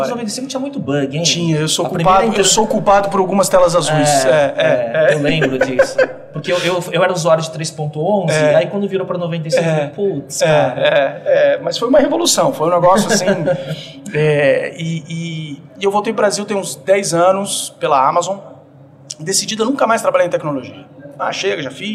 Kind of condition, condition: setting, busy venue